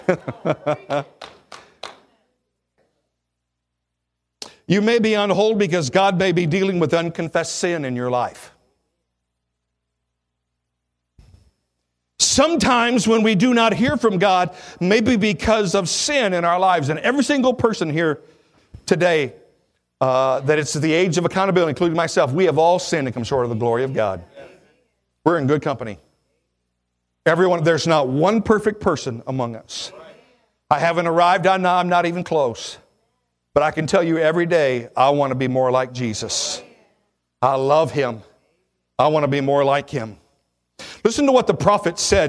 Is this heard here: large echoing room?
yes